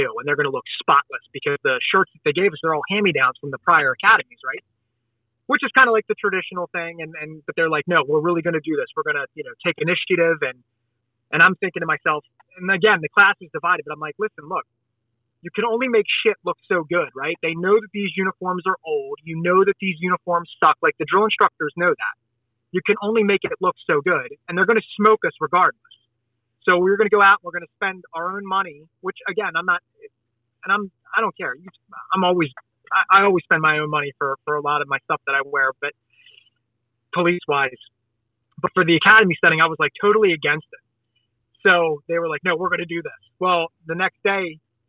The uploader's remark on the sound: I sit down via phone.